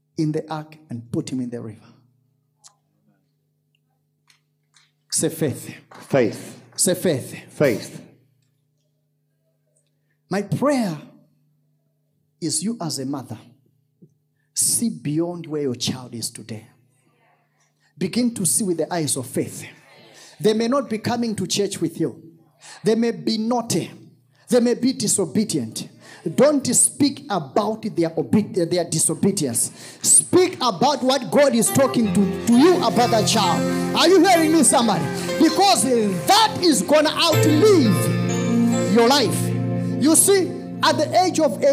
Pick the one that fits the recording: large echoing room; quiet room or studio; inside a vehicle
large echoing room